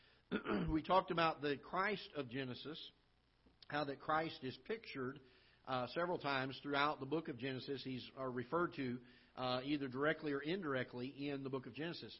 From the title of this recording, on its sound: Ketha Heights Baptist Church ~ Live Broadcast